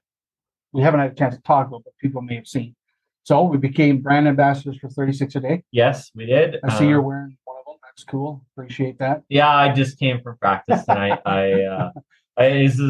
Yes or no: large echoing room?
no